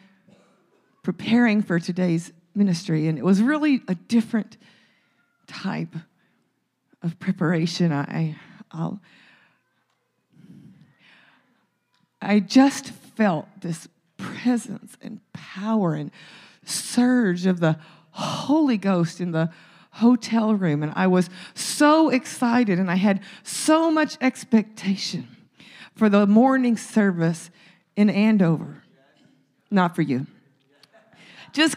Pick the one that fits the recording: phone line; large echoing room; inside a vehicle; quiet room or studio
large echoing room